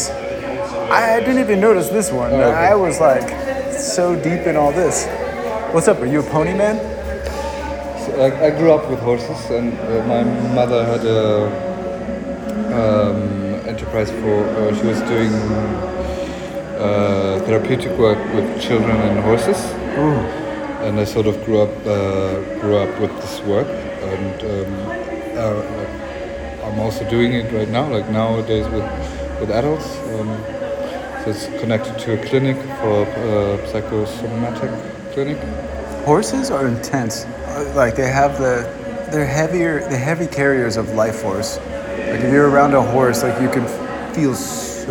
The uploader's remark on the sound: A native art gallery field recording into the “Institute for Art in Context: Master Exhibition.” CCA.Berlin.